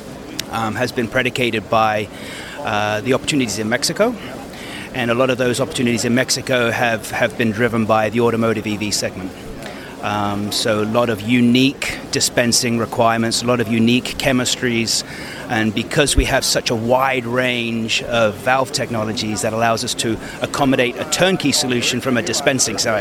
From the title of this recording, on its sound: At APEX 2023 – EMSNOW & SCOOP On Location